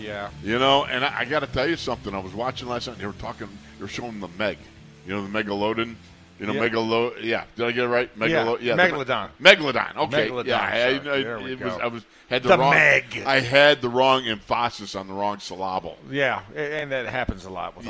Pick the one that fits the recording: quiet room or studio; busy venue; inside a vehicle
busy venue